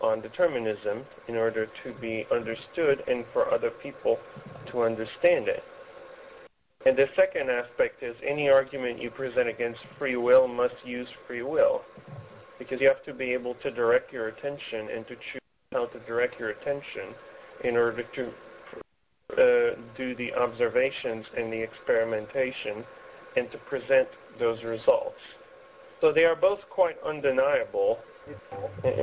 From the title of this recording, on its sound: Call In Show